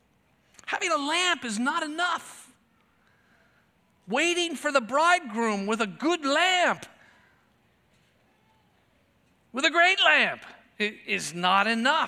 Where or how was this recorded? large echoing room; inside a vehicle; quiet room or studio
large echoing room